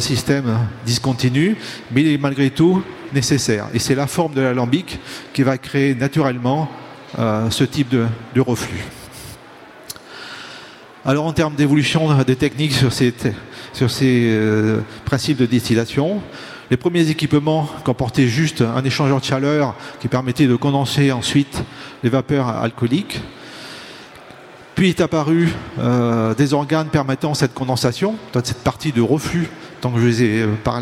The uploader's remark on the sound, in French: Conférence enregistrée le samedi 22 octobre 2022, au Salon du Brasseur. Au Salon du Brasseur. Suite à un incident technique, le début de la conférence n'est pas disponible.